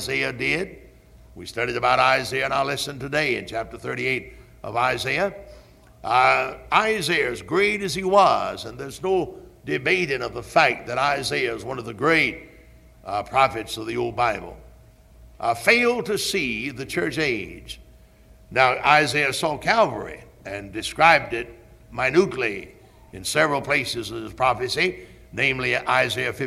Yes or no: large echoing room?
yes